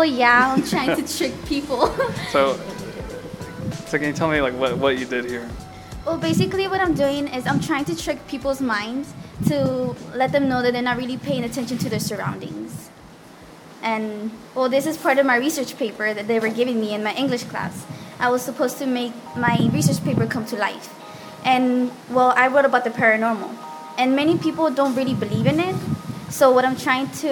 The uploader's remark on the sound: Apologies for the wind, I had forgotten my wind sock at home.